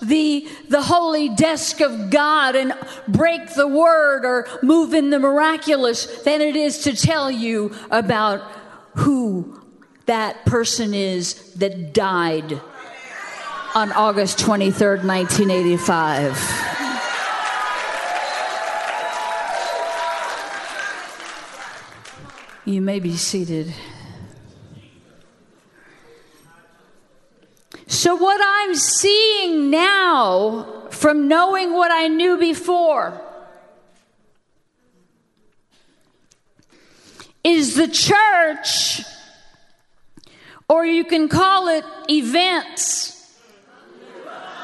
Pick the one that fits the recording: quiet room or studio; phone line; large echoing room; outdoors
large echoing room